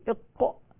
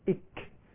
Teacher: القاف من أقصى اللسان، الكاف بعدها بقليل، هذا مخرجان من مخارج اللسان.